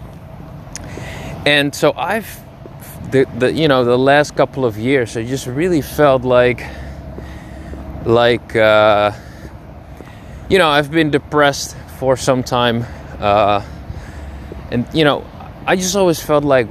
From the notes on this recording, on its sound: Dropping some thougts while walking.